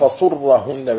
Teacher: بضم الصاد وشد الراء